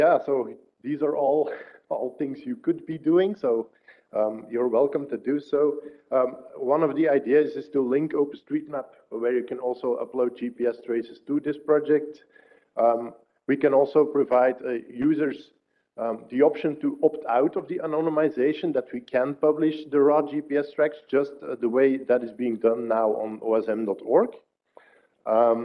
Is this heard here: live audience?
yes